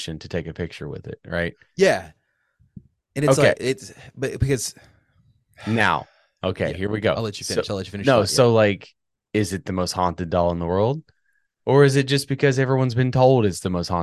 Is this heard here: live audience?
no